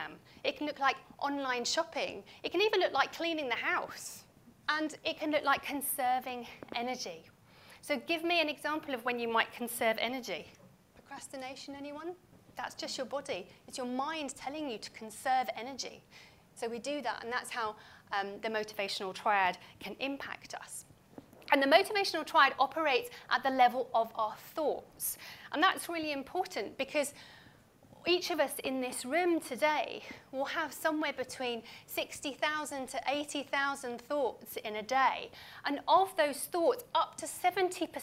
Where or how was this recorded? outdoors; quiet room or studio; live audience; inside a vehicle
live audience